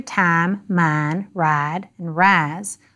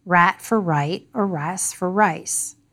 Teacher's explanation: in AAVE, the I vowel is often pronounced as a, but not everywhere. · Shown in: first take · The A pronunciation is far more common before certain consonants, M, N, D, and Z, than before T and S.